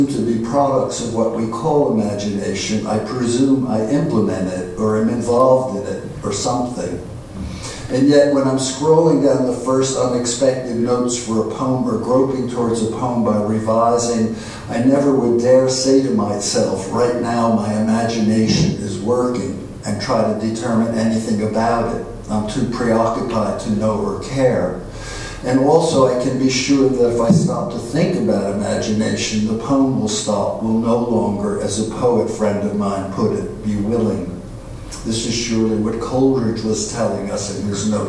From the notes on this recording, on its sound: at the Worlds Literature Festival Salon